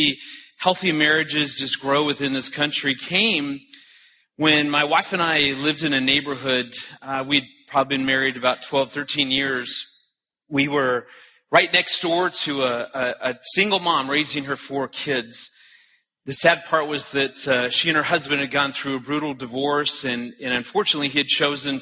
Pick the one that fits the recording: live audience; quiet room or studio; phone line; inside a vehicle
live audience